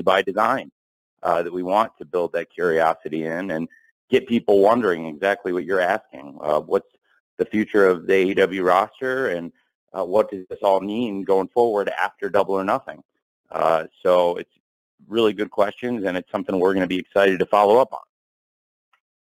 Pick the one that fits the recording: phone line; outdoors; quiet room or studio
phone line